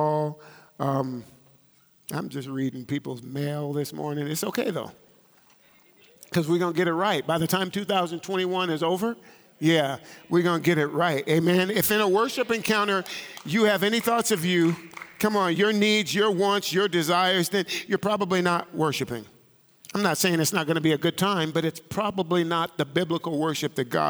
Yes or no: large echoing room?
yes